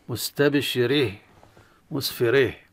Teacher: يميل حرف الذي قبل تاء التأنيث وقفا إمالة كبرى، يسمى إمالة تاء التأنيث.